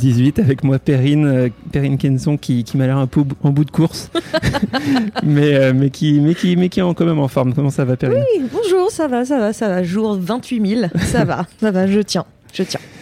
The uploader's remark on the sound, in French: En direct de la Quinzaine des réalisateurs. À La Malmaison (Cannes).